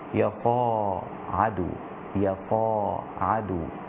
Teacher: أما شعبة فقرأ حرجا بكسر الراء فيصير النطق بها حرجا، هكذا يجعل صدره ضيقا حرجا كأنما يصعد في السماء. كذلك كلمة يصعد قرأ شعبة بألف بعد الصاد وتخفيف العين